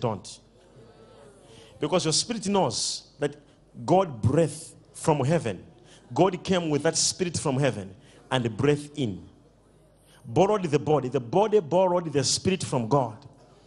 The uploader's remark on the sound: LIVE DIPLOMATIC SERVICE | 22/05/17| ECG CHURCH